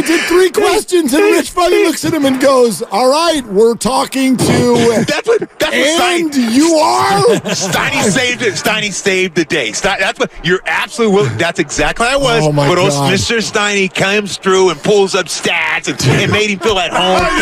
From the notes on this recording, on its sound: LIVE from Radio Row in Las Vegas ahead of the Super Bowl.